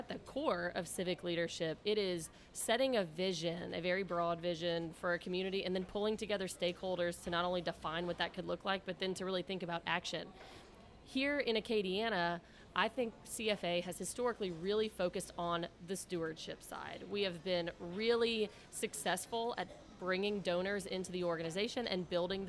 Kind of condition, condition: setting, busy venue